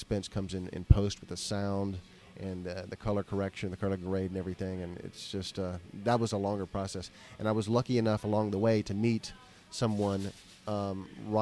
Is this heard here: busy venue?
yes